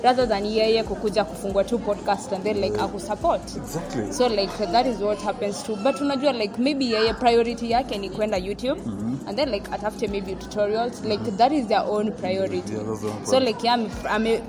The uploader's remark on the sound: we sat down at the mall and decided to record this amazing 35th EP